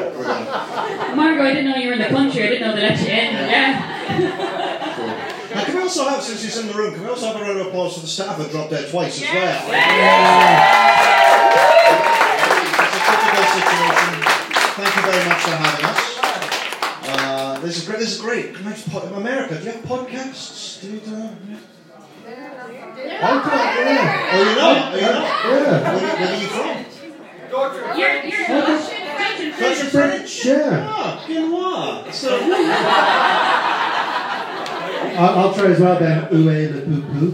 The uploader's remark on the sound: Live in Dublin